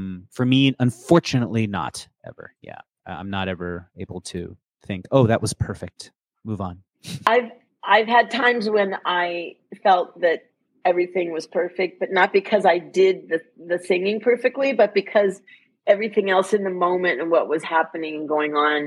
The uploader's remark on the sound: the recording quality is not great